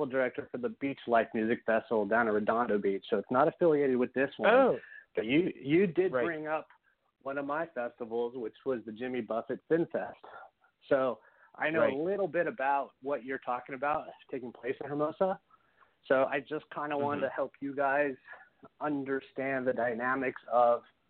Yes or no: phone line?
yes